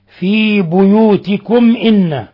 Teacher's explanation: ميم ساكنة جاء بعد حرف الهمز، حكم التجويد إظهار شفوي